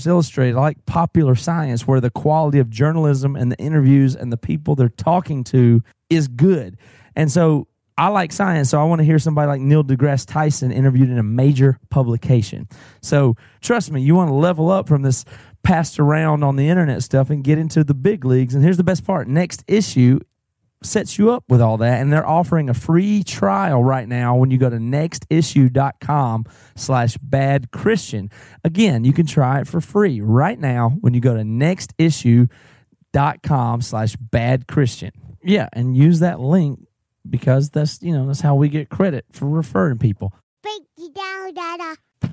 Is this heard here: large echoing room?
no